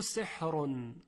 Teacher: حرف را در سحرون تفخیم میشود، چون تنوین رفع داره